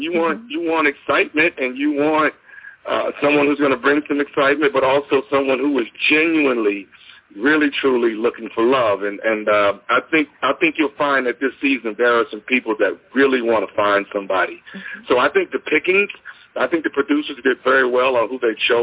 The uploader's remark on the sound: Phoned in directly from Rome earlier this week.